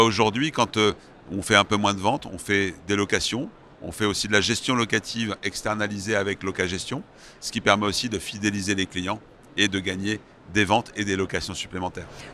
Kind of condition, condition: setting, busy venue